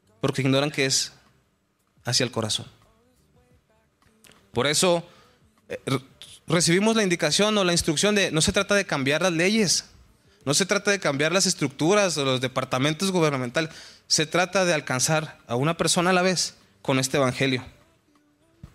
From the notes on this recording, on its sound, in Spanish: Estudio del libro de Hechos en la iglesia de Capilla Calvario Chihuahua.